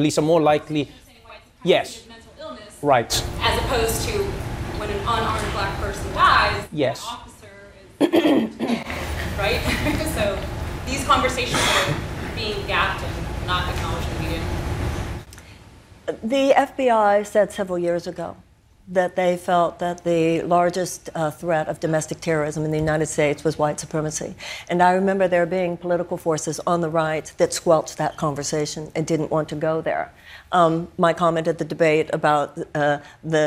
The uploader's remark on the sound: Takes Questions from The Daily Show Audience. Answers audience members’ questions.